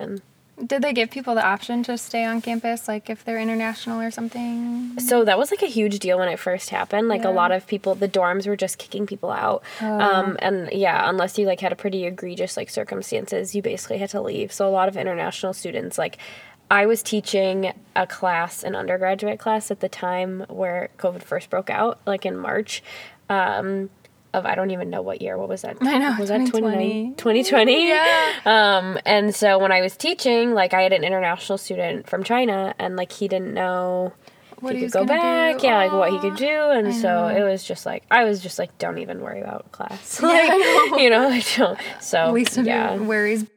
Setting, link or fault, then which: setting, inside a vehicle